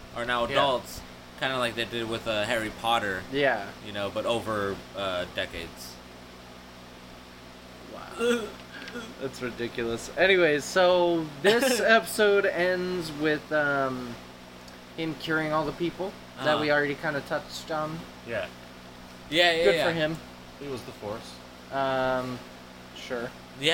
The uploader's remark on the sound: The only things louder than the coughs...are the wind noises and the train.